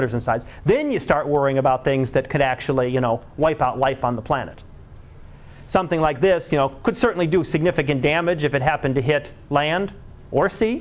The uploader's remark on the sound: Live Class Lecture.